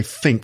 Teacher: they say think with an F sound